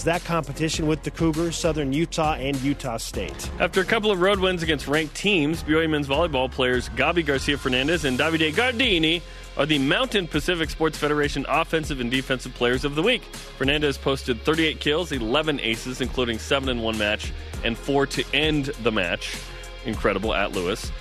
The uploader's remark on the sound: joins us over the phone